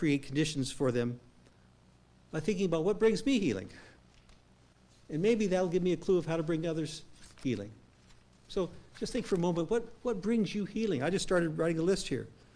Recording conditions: large echoing room